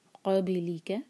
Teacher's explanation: ہم پڑھیں گے میوں قابلی کا، تو ہیوینس آئے گی جب نون کی آواز کو چھپائیں گے، میوں قابلی کا، اور با پر سکون ہے تو ہم با کو باؤنس کریں گے